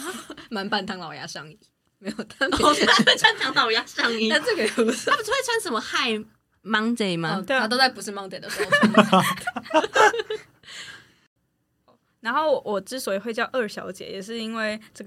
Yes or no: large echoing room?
no